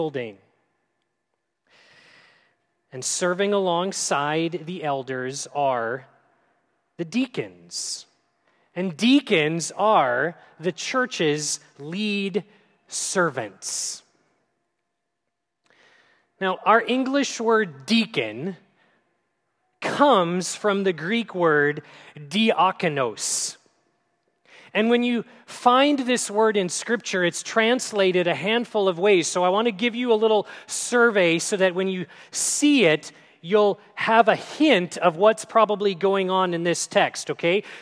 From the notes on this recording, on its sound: At Grace City Church in Fargo, North Dakota.